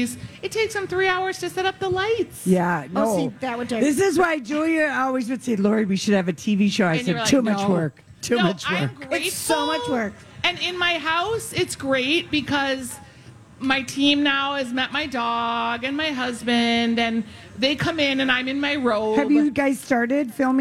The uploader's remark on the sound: Day 1 at the MN State Fair